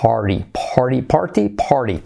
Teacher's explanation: Fijaos la P como es aspirada.